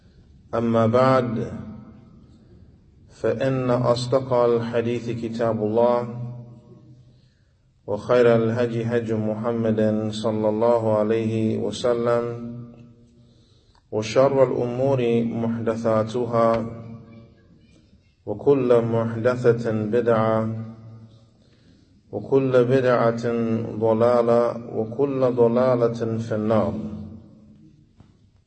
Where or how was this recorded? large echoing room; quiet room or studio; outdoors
large echoing room